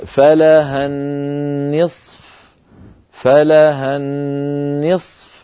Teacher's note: أيضا في الآية الأخيرة وهي الآية الحادية عشرة التي قرأناها في هذه الصفحة، الآية التي يقول الله عز وجل في أولها يوصيكم الله في أولادكم، قال عز وجل وإن كانت واحدة فلها النصف، ولما وقفنا عليها اجتمع أيضا ساكنان صاد ساكنة فاء ساكنة